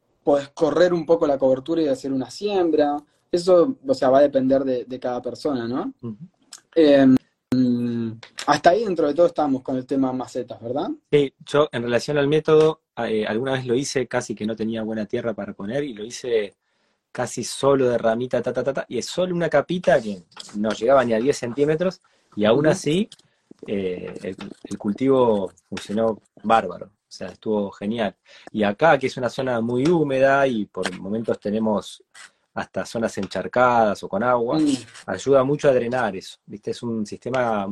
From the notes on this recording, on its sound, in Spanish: Audio de la charla en vivo por Instagram